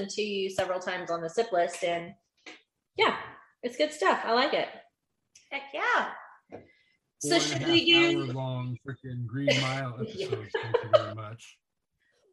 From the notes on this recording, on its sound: We're also joined by several special guests who sipped along on this live episode. The audio isn't the best.